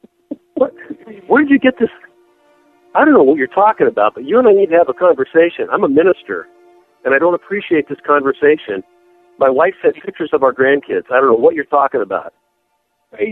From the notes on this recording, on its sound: …'s Personal Prank Phone Calls Collection.